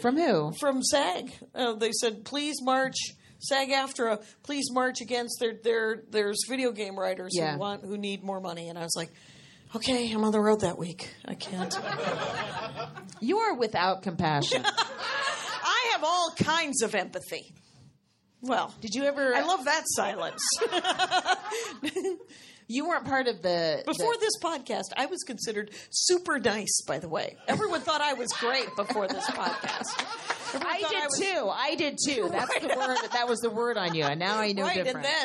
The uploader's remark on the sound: at Flappers comedy club in Burbank, California for their fist ever live show!